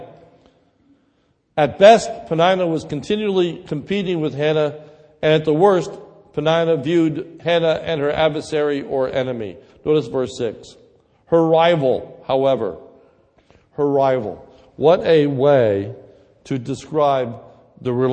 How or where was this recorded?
large echoing room